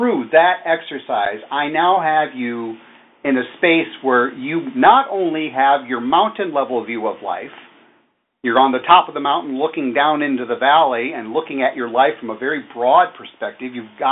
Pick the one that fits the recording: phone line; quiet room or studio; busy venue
phone line